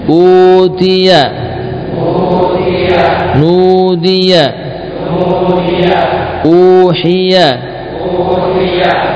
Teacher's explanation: Panjangnya dhammah karena ada wawu sukun berikutnya atau setelahnya. Ya, contohnya hamzah dhammah u. · Term: mad tabi'i pada dhammah